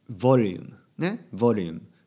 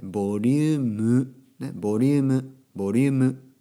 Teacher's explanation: とちゃんとク、ね、トラック、ね、トラックじゃなくてトラック、ね、ク、えー、ボリュームねボリューム英語だと M の音で終わるけど、えー、日本語だと M の後に U がつきますね